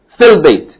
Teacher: You're going to pronounce the long vowel short.